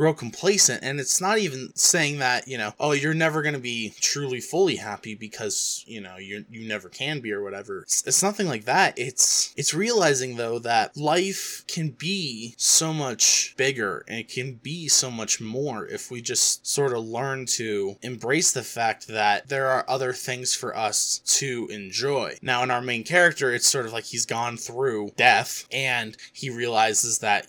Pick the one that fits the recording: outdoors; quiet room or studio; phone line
quiet room or studio